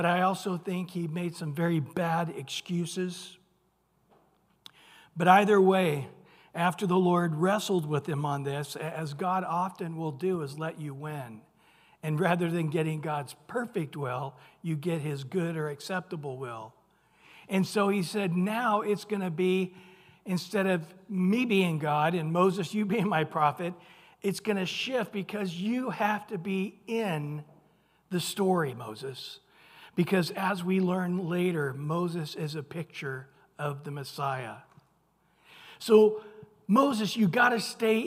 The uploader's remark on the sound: Recorded at Calvary Chapel of Los Alamitos. Wednesday evening sermon.